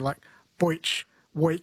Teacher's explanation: Southerners tend to pronounce the E sound as an oi, like boich, weak.